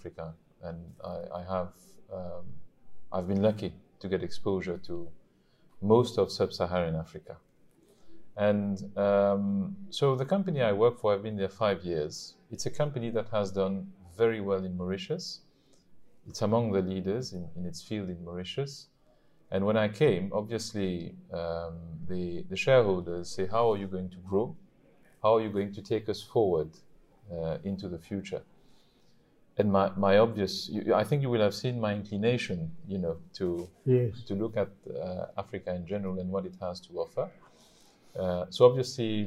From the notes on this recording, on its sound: At the OESAI 45th annual conference. Hosted in Mauritius.